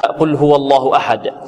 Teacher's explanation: القاف نعم مفخمة من حروف الاستعلاء